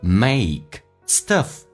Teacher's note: make a 这个发音体会一下，先发 a 再发 e